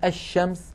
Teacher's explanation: بينما الشمس اللام مدغمة في الشين